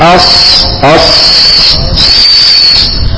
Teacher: ده حرف الصاد. الصاد حرف مفخم من حروف التفخيم، وفي صفة اسمها الصفير وصفة الهمس